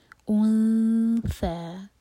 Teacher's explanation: اخفاء ایسے کریں گے کہ ہم نون کی آواز کو چھپائیں گے اور ث کے لیے زبان تیار کریں گے. اور جب ہم نے او پڑھا تھا تو وہاں پر دمہ تھا تو ہمارے ہوٹ گول تھے، لیکن جب نون پر پہنچیں گے تو ہمارے ہوٹ گول نہیں رہنے چاہیے، فلیٹ ہو جائیں گے.